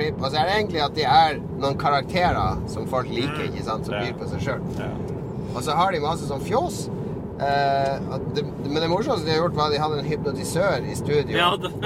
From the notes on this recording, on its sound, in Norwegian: Lyden er ikke av studiokvalitet siden opptaket skjedde i en bil.